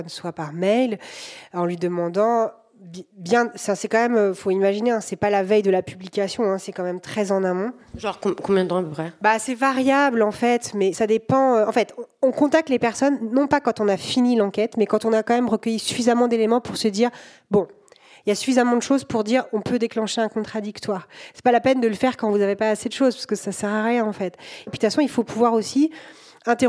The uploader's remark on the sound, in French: Cet épisode a été enregistré le 3 février 2023 au festival Longueur d’Ondes, à Brest.